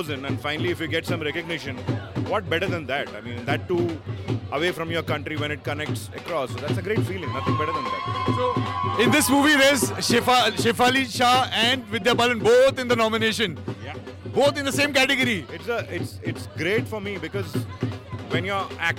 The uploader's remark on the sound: Exclusive Red Carpet Interviews IFFM 2022